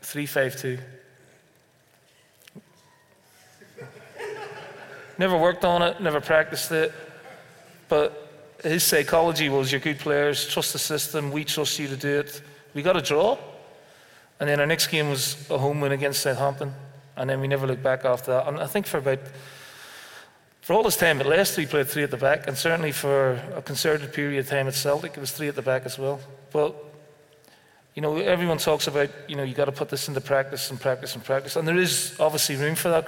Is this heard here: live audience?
yes